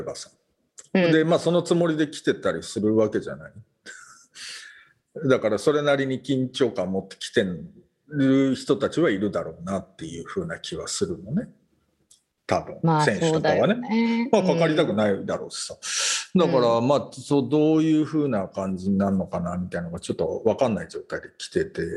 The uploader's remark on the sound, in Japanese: 本編は2021年7月16日に「Zoom」を使用し収録しています。